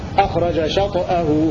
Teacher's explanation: وقرأ الباقون بسكون الطاء مع القلقلة